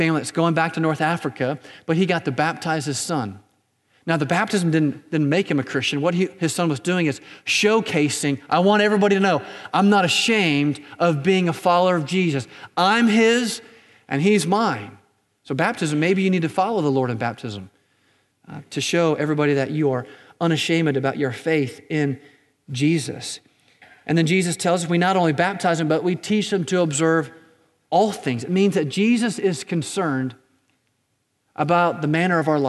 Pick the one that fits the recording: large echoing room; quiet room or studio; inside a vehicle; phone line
large echoing room